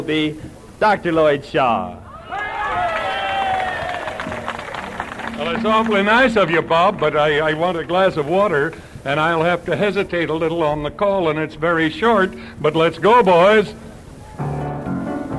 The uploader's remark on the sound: Live Dance Recording of Santa Monica Jubilee (1950). Calling a dance live.